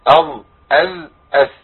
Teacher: الظاء والذال والثاء لابد من ملامسه طرف اللسان مع اطراف الثناء العليا. اظ اذ اث مفيش لسان بيطلع بره خالص.